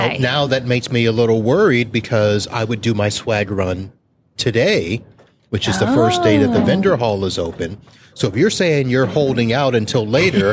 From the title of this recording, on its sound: Live from ASCII Edge